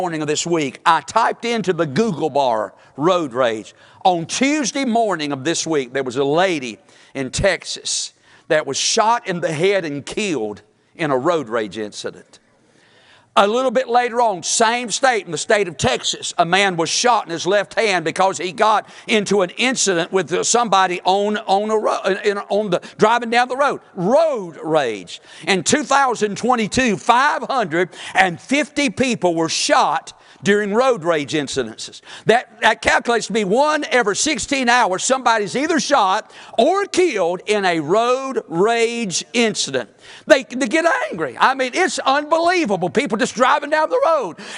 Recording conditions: large echoing room